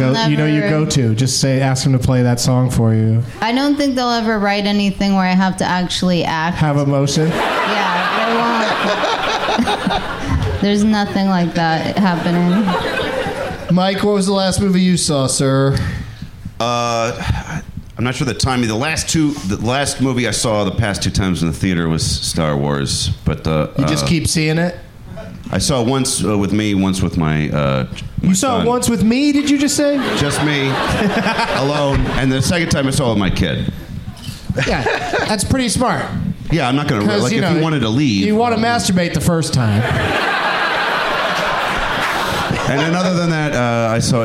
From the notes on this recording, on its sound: Live from the Cap City Comedy Club in Austin, TX